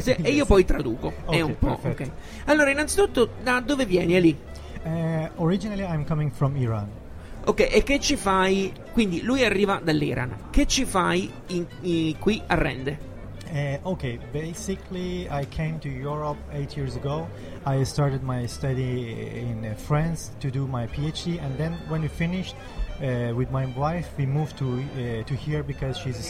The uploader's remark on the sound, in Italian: Diretta Live dal PNI 2015